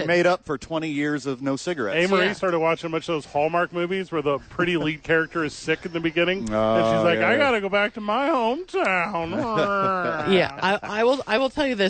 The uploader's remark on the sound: Live from ABQ AXE!!